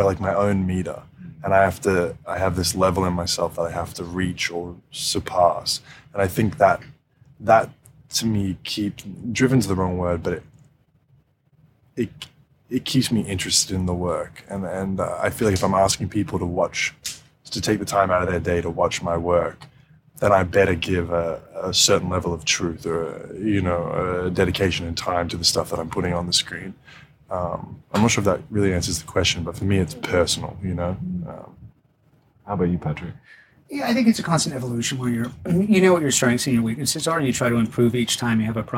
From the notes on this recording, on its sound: That’s why we recorded this podcast at the 2022 Monaco Grand Prix.